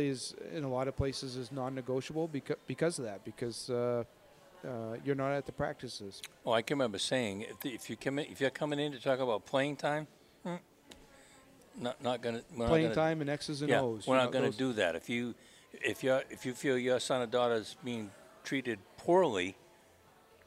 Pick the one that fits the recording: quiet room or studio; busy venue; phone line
busy venue